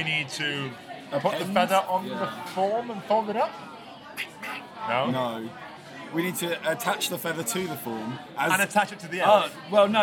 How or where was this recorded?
busy venue